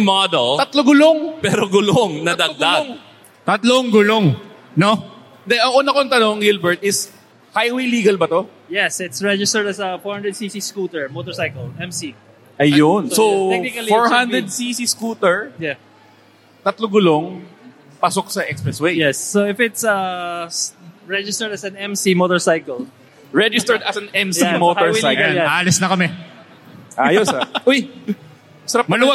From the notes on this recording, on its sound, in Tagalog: First time namin mag-record kami ng live sa Metro Tent Convention Center sa Pasig City. First time din namin sa Philippine Motor Heritage Weekend.